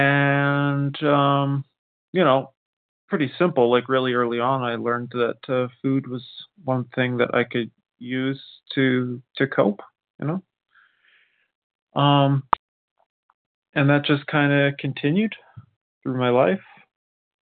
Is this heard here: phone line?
yes